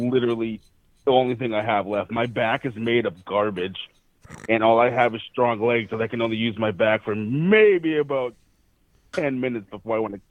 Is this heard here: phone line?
yes